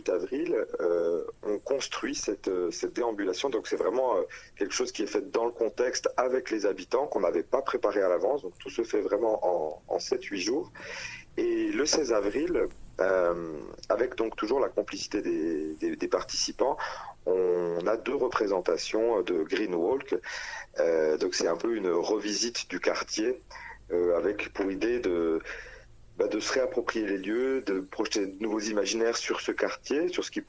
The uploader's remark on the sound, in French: Interview téléphonique